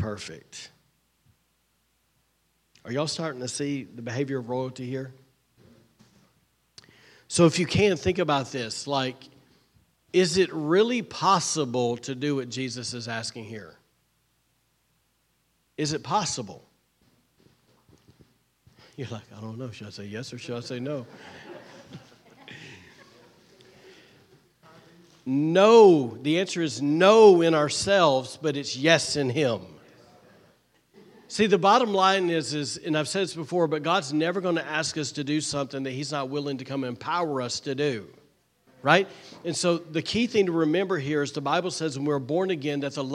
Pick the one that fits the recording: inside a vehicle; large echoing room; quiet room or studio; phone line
large echoing room